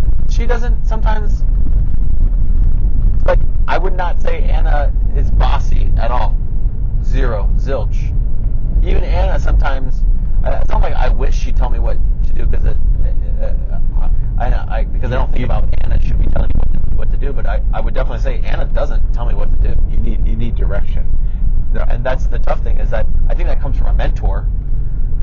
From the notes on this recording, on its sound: I apologize in advance for the audio quality, and I hope to get some better mics before my next big interview.